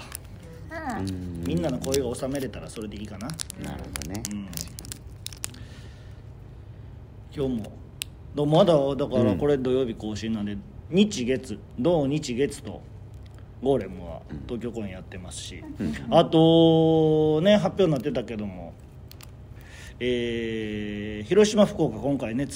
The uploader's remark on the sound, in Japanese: 東京公演中に、あうるすぽっとのロビーで収録しました